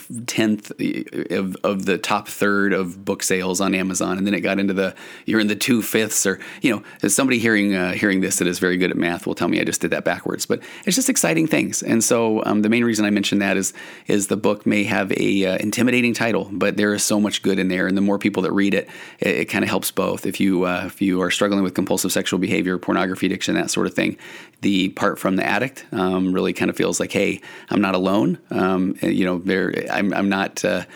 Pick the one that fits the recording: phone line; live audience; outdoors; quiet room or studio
quiet room or studio